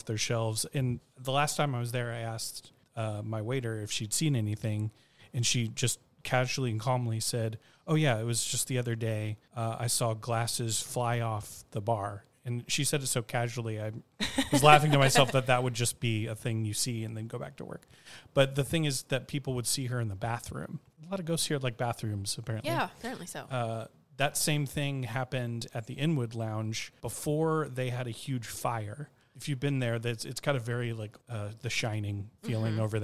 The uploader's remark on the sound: Recorded at spooky Dallas mezcaleria Las Almas Rotas. Special — and very spirited — Halloween episode recorded at spooky Dallas mezcaleria Las Almas Rotas.